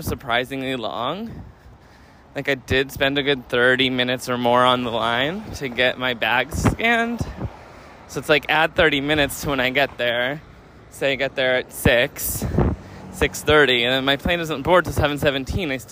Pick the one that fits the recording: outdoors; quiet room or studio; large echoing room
outdoors